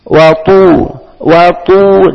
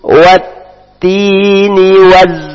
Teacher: Dimonyongkan karena ada huruf waw sukun.